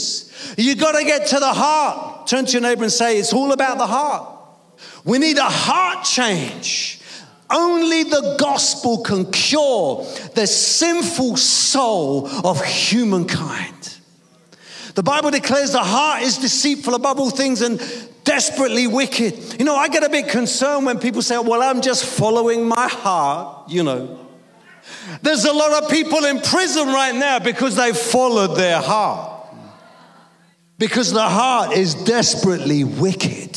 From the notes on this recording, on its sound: preaching at a Church in Thailand